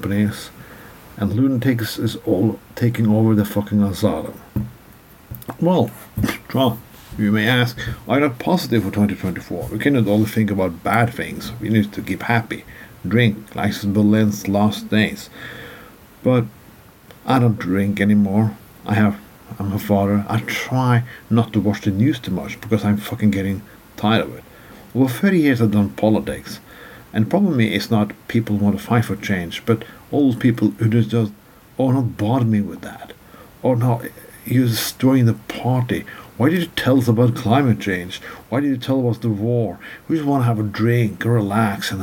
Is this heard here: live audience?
no